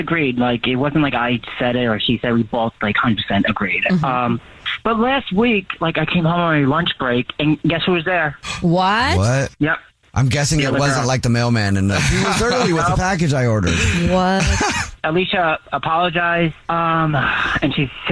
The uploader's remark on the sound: We have a listener on the phone who thinks his girlfriend of 3 years is cheating on him.